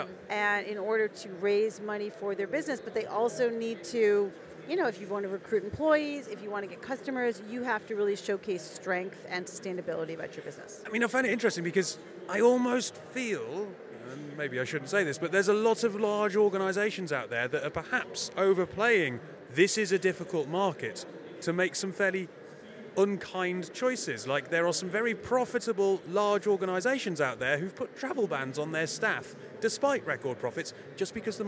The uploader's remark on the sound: We're mixing it up with a podcast recorded on the floor of Web Summit.